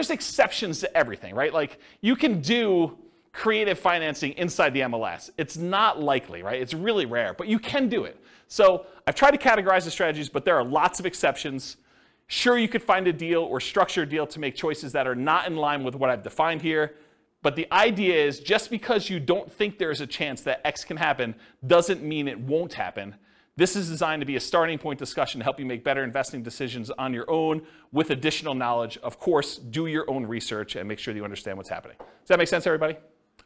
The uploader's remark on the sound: This was a live class recorded